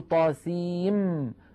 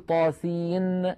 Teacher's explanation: فندغم النون في الميم فنقول طاسيم ولا نقول طاسين بالنون · Shown in: first take · Term: إدغام